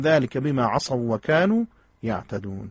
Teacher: این دو تا واو چون در هم ادغام میشن، ادغام متماثل